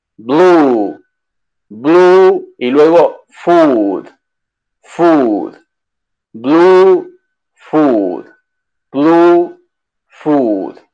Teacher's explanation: Una U bastante clara como en español, solamente larga.